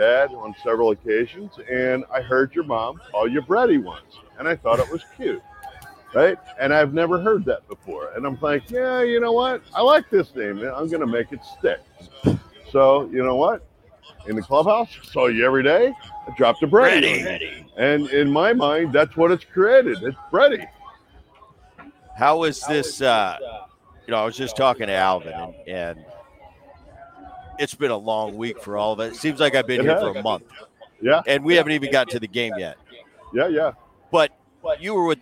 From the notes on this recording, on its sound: Live From Seattle. Live from the All-Star Game in Seattle.